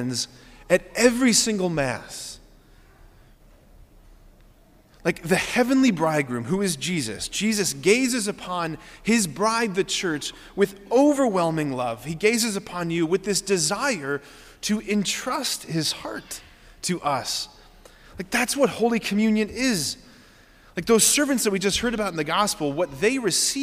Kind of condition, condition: setting, large echoing room